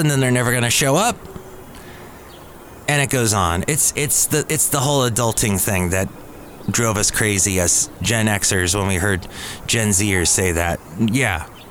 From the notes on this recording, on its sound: podcasts live from Cafe Anyway